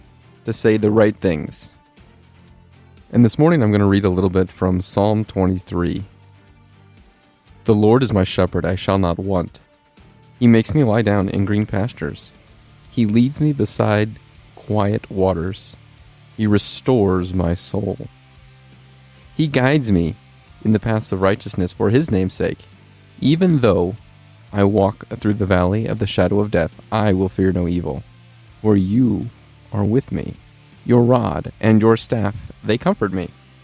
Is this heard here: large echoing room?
no